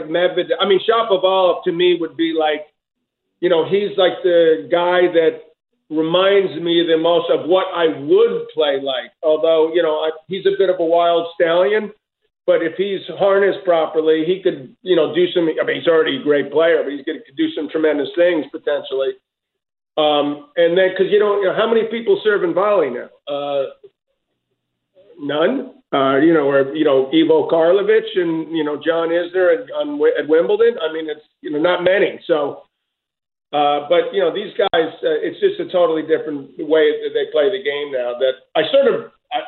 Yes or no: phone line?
yes